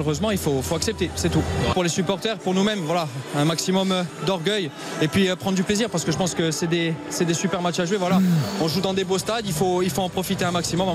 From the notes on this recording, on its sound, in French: en direct du Parc des Princes